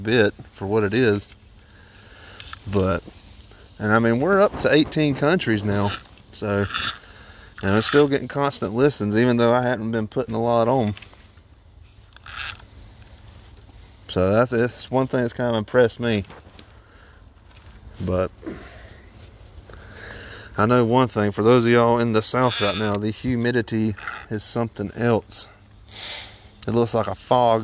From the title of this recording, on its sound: Recording from the Kayak!